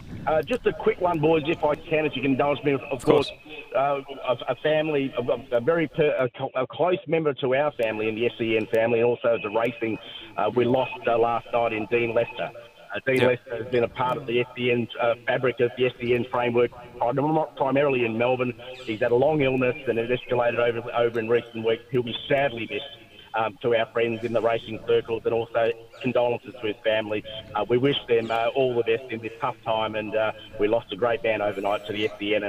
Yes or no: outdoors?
yes